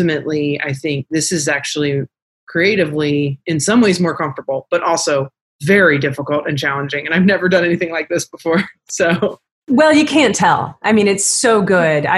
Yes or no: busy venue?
no